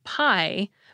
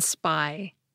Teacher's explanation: we get aspirated P in pie, but unaspirated P in spy